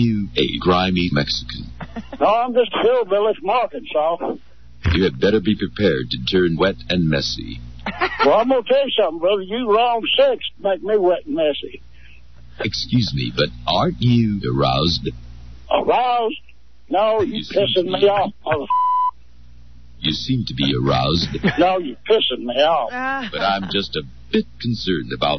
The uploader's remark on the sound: Crank Calls